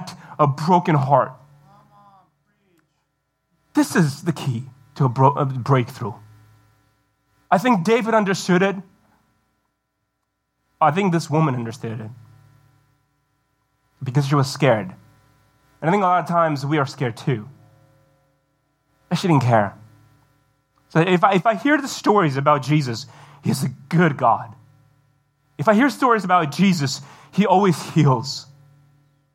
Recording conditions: large echoing room